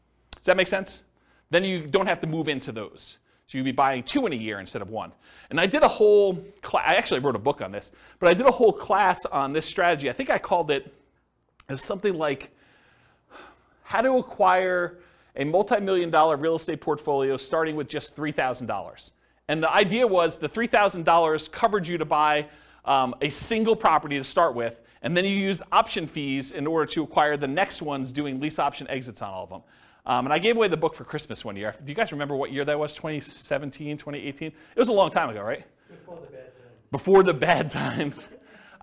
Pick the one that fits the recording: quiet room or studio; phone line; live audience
live audience